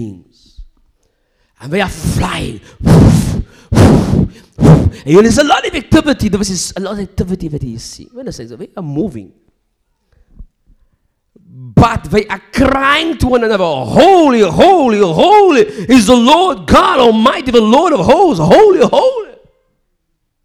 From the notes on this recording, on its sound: recorded during a live service in October 2019